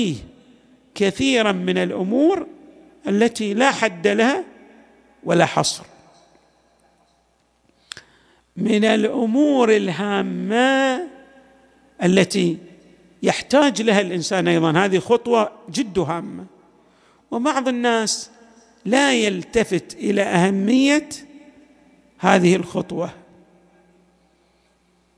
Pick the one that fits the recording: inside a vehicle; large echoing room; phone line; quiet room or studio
large echoing room